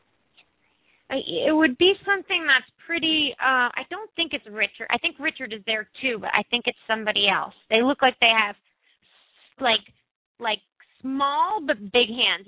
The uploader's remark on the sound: open up the lines for listeners to call